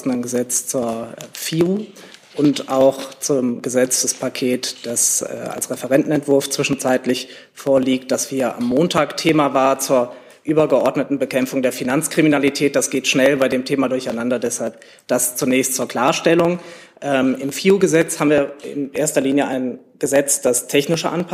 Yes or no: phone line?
no